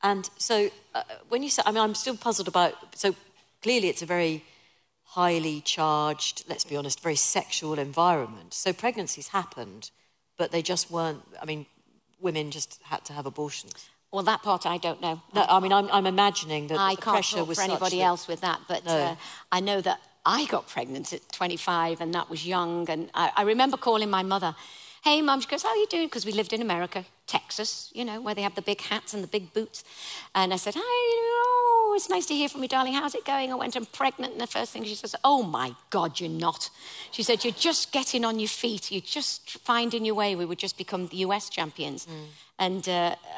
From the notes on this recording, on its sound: LIVE at Cheltenham Literature Festival.